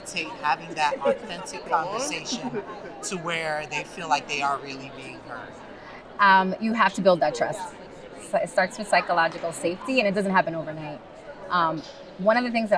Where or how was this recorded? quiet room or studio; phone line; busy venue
busy venue